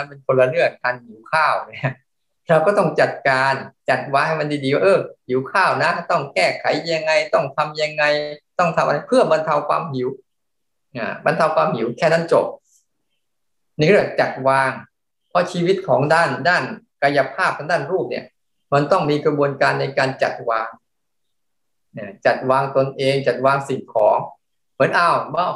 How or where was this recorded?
video call